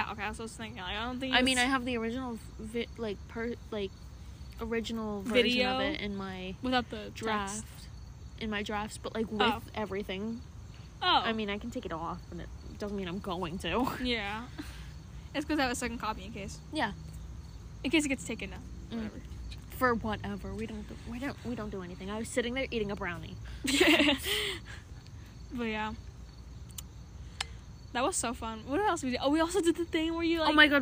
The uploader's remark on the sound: are literally outside